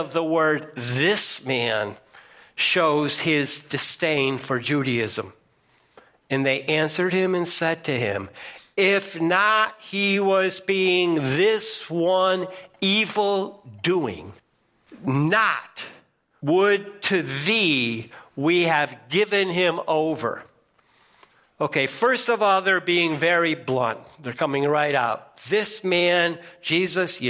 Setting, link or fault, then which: setting, large echoing room